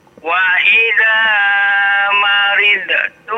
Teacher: Tu jangan dipanjangkan, pendek ya